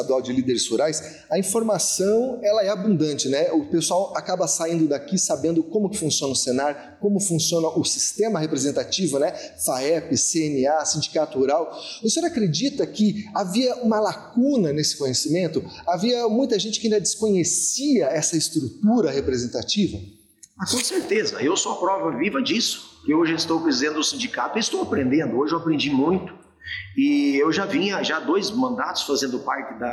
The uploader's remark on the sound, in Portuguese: O programa foi gravado diretamente do encontro realizado no município de Pato Branco, no dia 20 de junho.